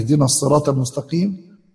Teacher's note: خلف يقرأ بإشمام صوت الصاد زاي